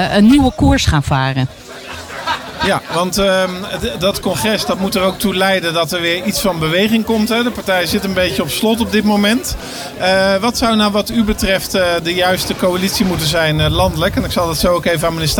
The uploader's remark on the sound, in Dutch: Live vanaf de activiteitenmarkt in Houten